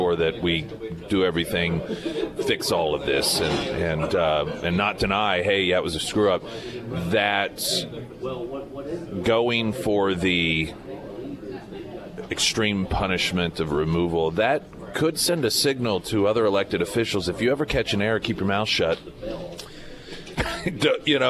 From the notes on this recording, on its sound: live at Scramblers Diner for the Friday Roadshow.